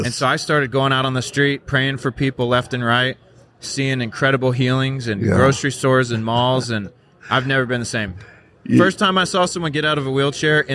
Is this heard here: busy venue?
yes